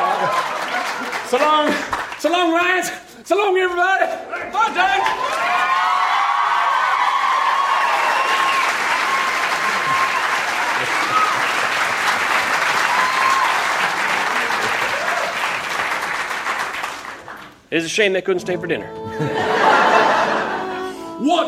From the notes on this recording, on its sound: Recorded Live 3/3/2012 at Largo, Los Angeles.